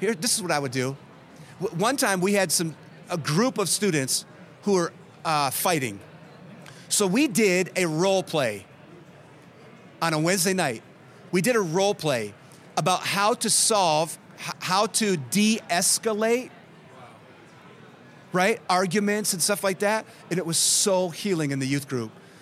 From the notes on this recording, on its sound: Podcast Q & A With A Live Audience In Michigan. Here are many questions from a live audience in Michigan.